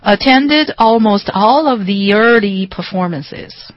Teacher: 如果后面再紧接着一个元音开头的词，又是 early，对，所以就听起来就像 yearly 了。 · Term: 连读